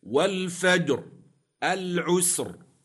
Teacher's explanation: الراء ساكنة في كليهما لأجل الوقف وقبلها ساكن صحيح، وقبل الساكن فتح أو ضم تفخم